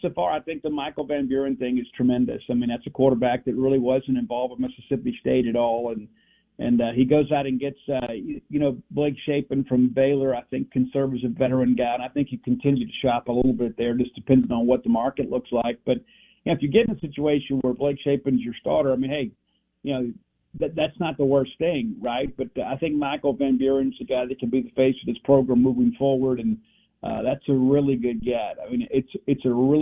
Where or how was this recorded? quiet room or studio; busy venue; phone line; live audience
phone line